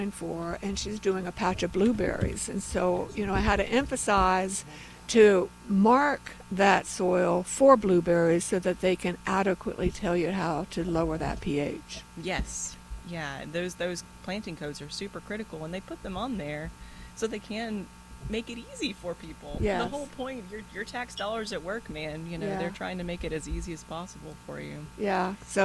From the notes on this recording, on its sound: broadcasting live from Bell’s Carpet & Floors